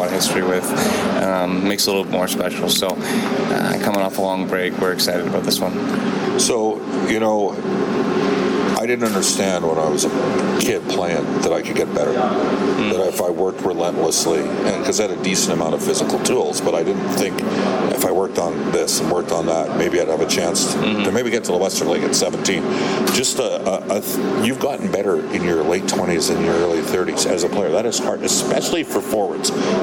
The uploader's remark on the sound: Opens the show from Vegas. Live from T-Mobile Arena.